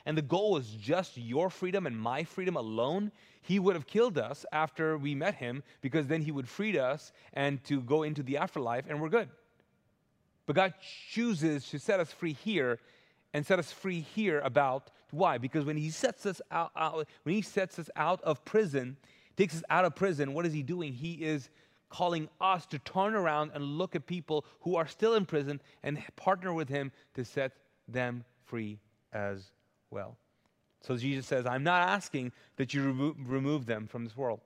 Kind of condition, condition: setting, large echoing room